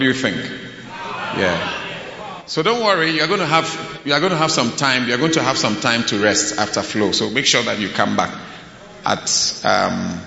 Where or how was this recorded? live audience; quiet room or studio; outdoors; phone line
live audience